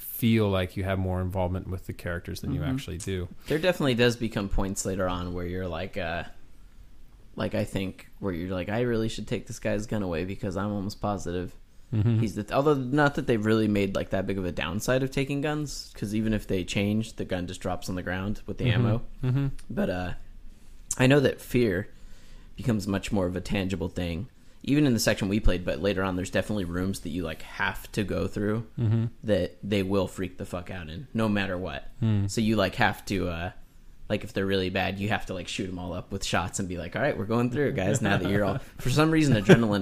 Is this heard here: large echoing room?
no